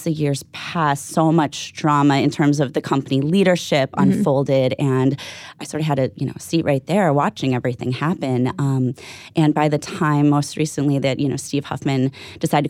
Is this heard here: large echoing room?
no